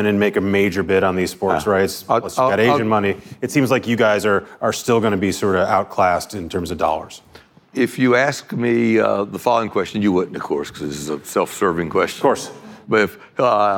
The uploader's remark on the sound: live from Code Media 2019